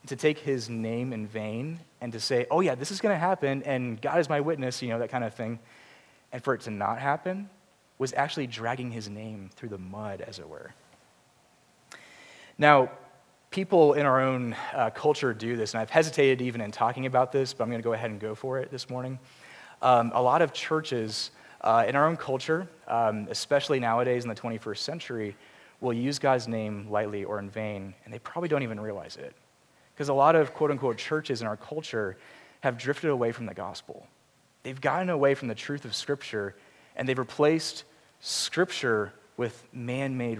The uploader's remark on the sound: Preached at Grace Community Church, PCA (Charlottesville, VA)